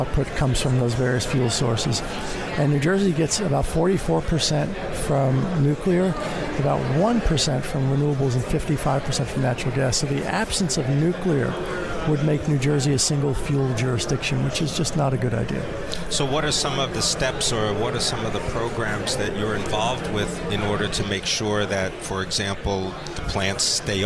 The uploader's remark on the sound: Live from the 2017 Future of Energy Summit